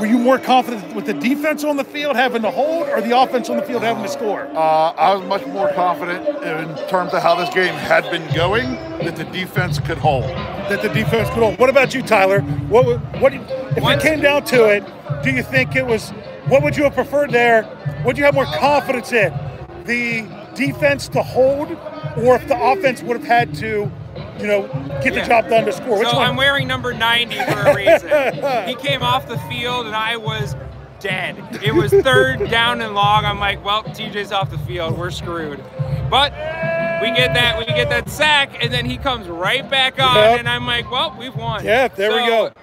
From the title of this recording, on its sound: Live Report from Heinz Field after Week 15